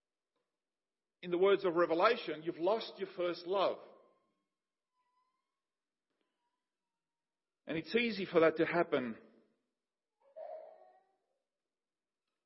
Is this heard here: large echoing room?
yes